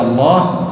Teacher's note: كذلك، أو جاورها مفخم كما في قولك الله، لفظ الجلالة الله، اللام مغلظة مفخمة والهمزة قبلها